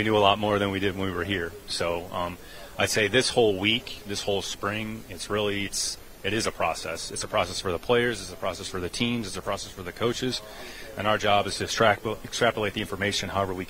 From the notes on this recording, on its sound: LIVE At The NFL Combine. LIVE from Indy.